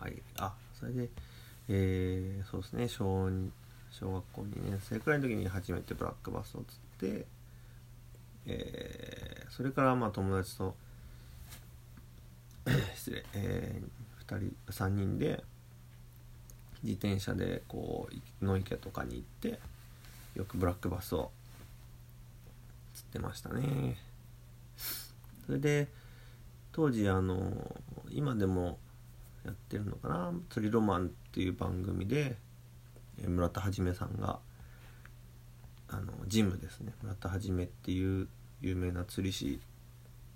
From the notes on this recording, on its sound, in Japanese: ウェブの仕事をしながらiPhoneで録音。編集なし。